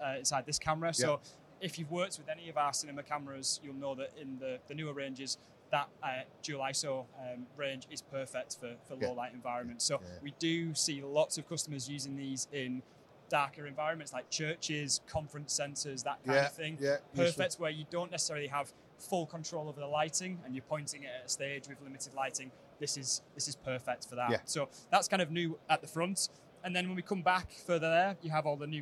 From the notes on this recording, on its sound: We are at ISE 2023 on the Blackmagic Design stand